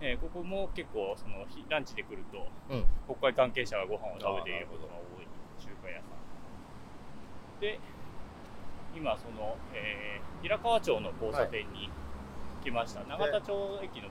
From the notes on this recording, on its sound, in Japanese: 夏休みお出かけ企画の第２弾は憲政記念館を出発して国会周辺を散策。後編は国会図書館から政党本部、旧永田町小学校などをぶらぶら歩きます。音声に風の音が入っていて御聴き苦しいかもしれませんがご了承ください。